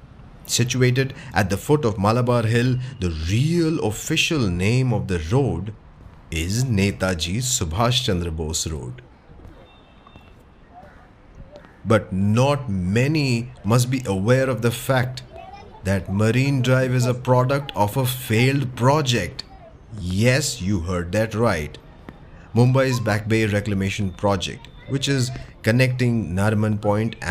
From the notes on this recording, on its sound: You and I will visit some prominent buildings, landmarks, and food joints with actual ambient sounds and noises. Watch your step as we cross streets and avoid traffic as we go about on this storytelling tour around the Flora fountain & Hutatma Chowk in the Fort area of South Mumbai.